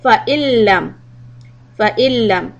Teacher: You delete the noon. There's no noon sound. · Term: idgham